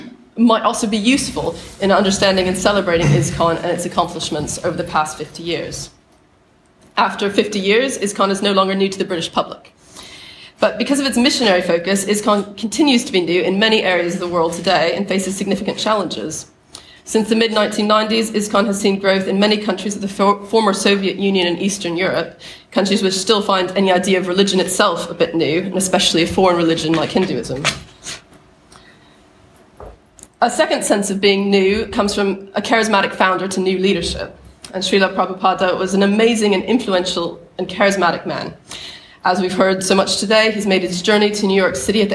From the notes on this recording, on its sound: This podcast is a roundtable discussion at the ISKCON 50 conference at Bath Spa University, 2016.